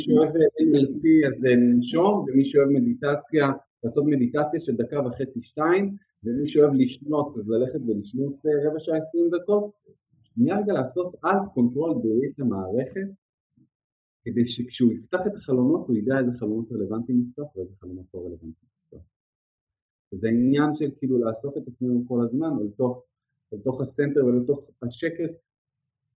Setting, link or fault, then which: fault, poor sound quality